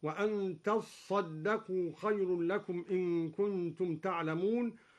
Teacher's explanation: أصلها تتصدقوا فأدغمت التاء في الصاد · Term: شدد الصاد